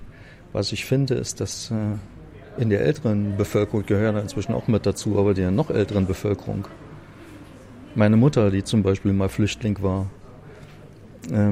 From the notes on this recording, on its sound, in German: Januar 2019 im Ocelot ("not just another bookstore", Brunnenstraße 181, 10119 Berlin) aufgenommen.